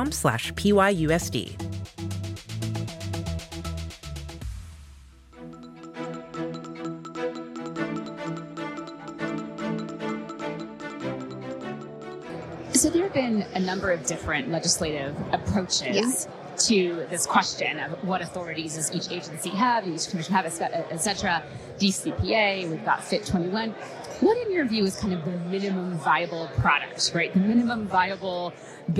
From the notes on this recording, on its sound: At CoinDesk's State of Crypto event in Washington, DC. In this special live episode of "Money Reimagined,".